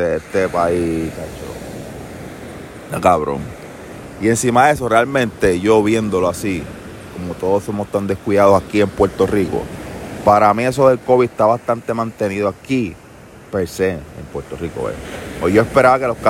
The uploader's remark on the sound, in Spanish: Mientras corría por la playa se me ocurrió la magnífica idea de hacer un podcast con ese bello sonido d las olas de fondo.